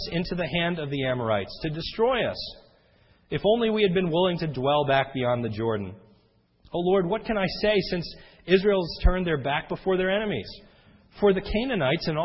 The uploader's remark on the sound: This sermon was recorded om 6/06/10 in the evening service.